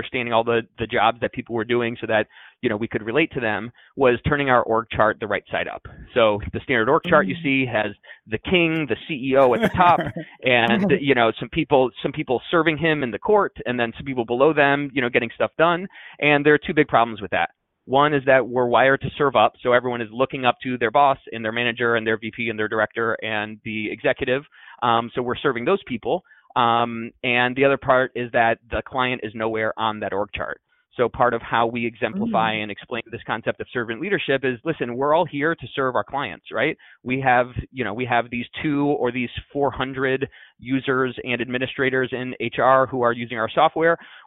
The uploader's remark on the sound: Over the phone.